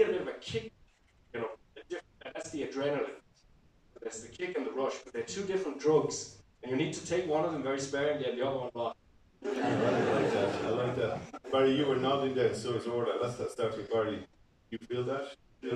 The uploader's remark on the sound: Live at the Whale Theatre, Greystones, Ireland. Recorded in the wonderful Whale Theatre.